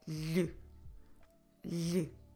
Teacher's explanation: instead of having a vowel that we actually pronounce, like filho, filha, we will have a vowel that we drop.